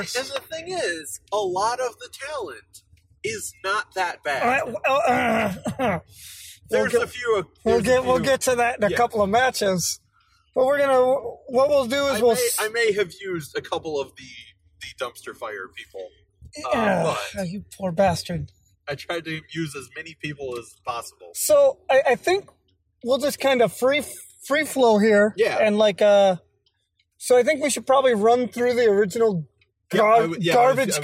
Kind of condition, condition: setting, inside a vehicle